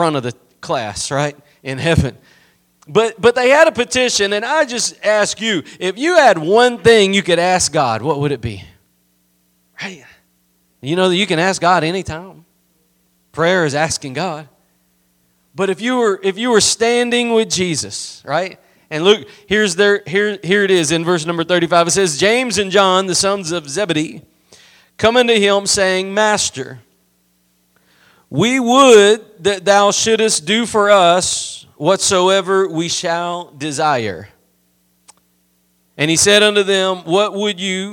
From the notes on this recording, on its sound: Preached at Gospel Lighthouse in Bossier City, La.